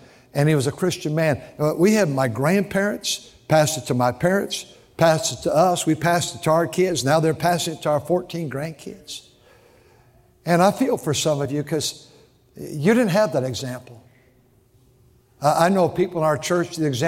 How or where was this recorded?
large echoing room